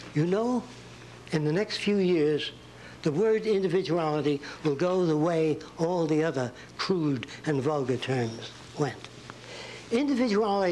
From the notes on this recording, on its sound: introduction lecture at Nichols College